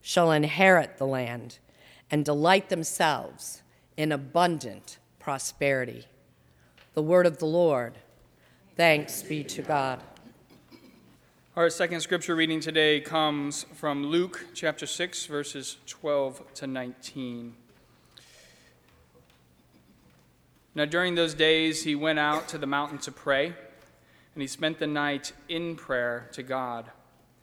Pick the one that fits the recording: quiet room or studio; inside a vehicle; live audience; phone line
live audience